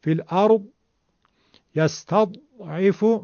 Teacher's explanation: میبینید که اصلا صدای زاد نیومد چون به صورت دال داریم تلفظ میکنیم. اما اگرم بخوایم که به گوش برسه که میشه یستضعف فی الارض و قلقله پیدا میکنه، یعنی تکون میخوره. · Term: زاد ساکن